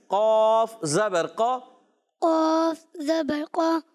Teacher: ایسا اگر آپ نے کیا نا قاف تو غلط ہو جائے. پڑھیں گے قاف ہونٹ گول کیے بغیر